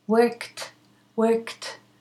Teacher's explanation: This is an ed ending, and we pronounce it as a t.